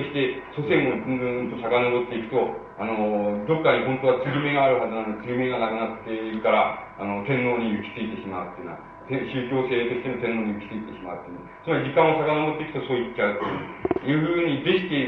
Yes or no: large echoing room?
yes